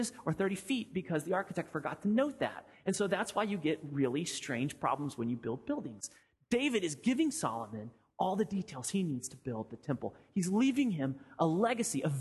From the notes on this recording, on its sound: Sermon audio from FIBC Copenhagen